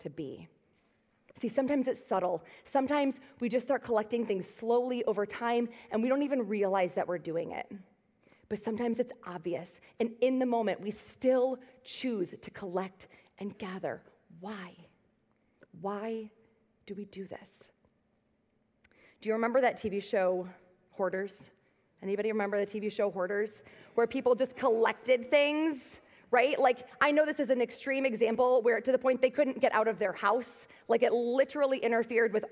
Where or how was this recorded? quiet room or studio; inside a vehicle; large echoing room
large echoing room